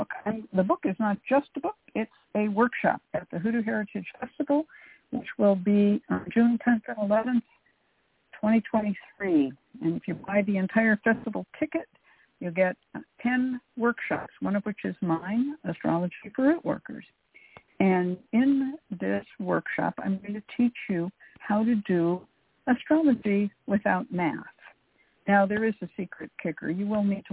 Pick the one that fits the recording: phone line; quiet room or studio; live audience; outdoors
phone line